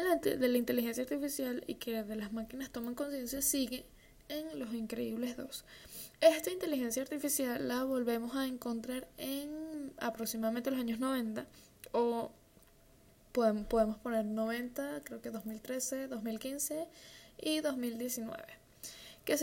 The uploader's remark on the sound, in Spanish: Con ruido de un optra de fondo.